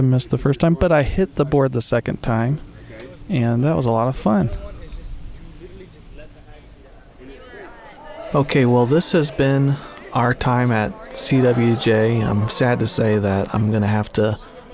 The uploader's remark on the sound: On this episode, come along for an epic journey to four Salvation Army camps as they gear up for the summer! Featuring interviews with staff and audio from camp in action.